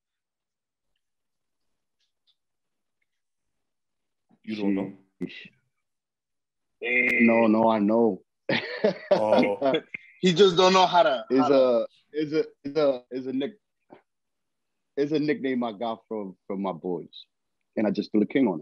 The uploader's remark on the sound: With the zoom vibes this week. We apologize we are working on a permanent spot at the studio.